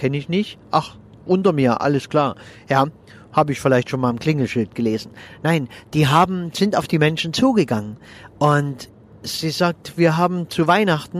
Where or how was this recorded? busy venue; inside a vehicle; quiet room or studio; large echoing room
inside a vehicle